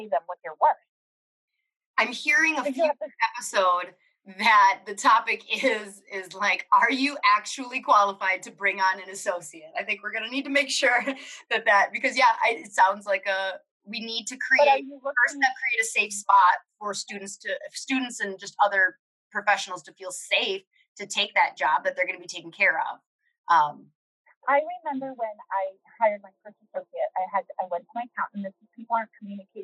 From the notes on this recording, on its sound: We are aware of the audio issues in this episode.